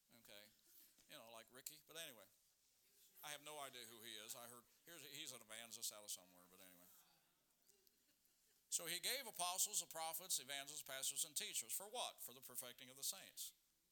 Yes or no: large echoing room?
yes